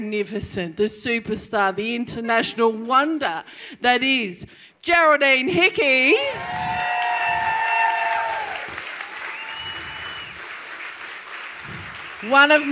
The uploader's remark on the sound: LIVE at the Brunswick Ballroom. LIVE RECORDING.